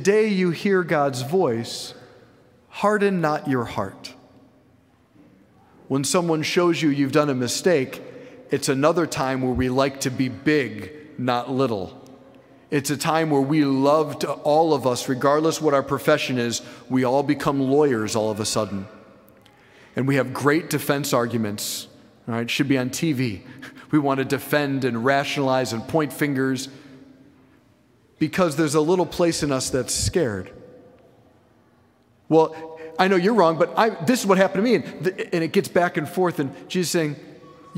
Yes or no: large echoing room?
yes